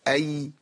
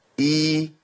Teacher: هتلاقي منتصف اللسان التصق بسقف الحنك · Shown in: first take · Term: حرف اللين